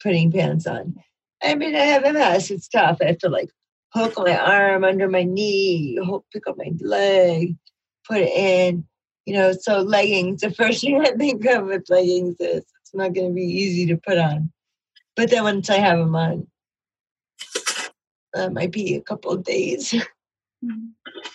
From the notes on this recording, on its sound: The Dream Stream- Zoom Room Dream Group.